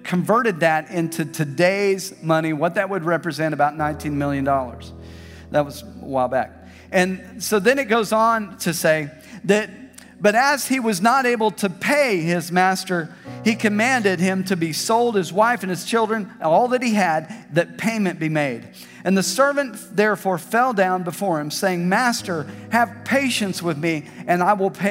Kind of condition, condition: setting, large echoing room